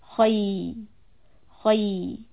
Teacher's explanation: Khay is heavy, but the ya is soft. So make sure that you lower the back of the tongue after you finish the kha sound.